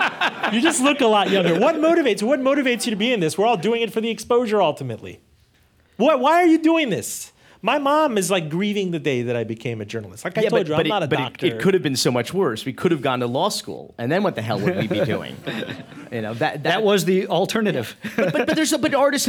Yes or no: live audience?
yes